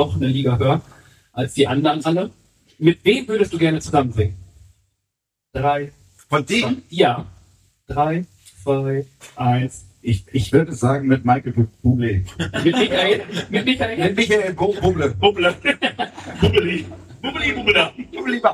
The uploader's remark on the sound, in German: Unserem ersten Livepodcast von Firlefanz & Zaubertrunken aus Hamburg. Wir hatten leider ein paar tontechnische Probleme bei der Aufnahme und entschuldigen uns für die Tonqualität in dieser Folge.